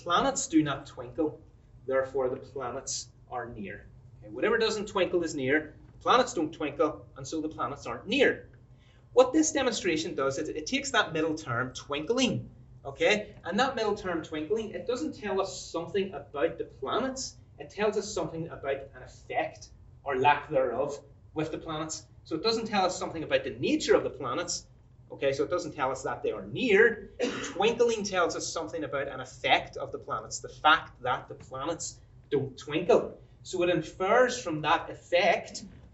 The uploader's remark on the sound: This lecture was given on March 29, 2023 at Trinity College Dublin.